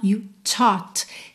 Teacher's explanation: Tem um arzinho no primeiro T.